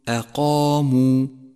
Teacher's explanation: فخم الألف في كلمة أقاموا، أقاموا، لأنها مسبوقة بحرف مفخم هو القاف، والألف تتبع ما قبلها في التفخيم والترقيق، علما بأن أحرف التفخيم هي خص ضغط قظ.